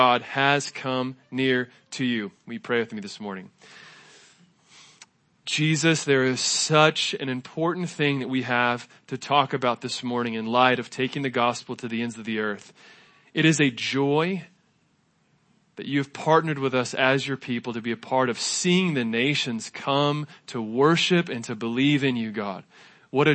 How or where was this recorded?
large echoing room